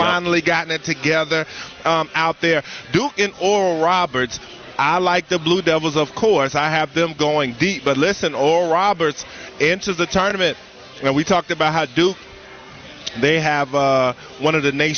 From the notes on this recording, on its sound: live from Carolina Ale House in Concord Mills